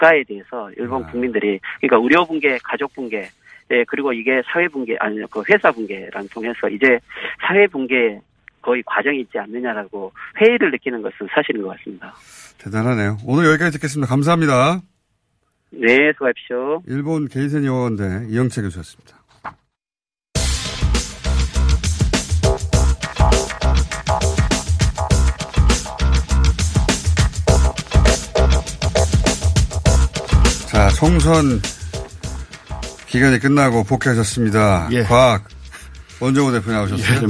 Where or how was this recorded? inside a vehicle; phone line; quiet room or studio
phone line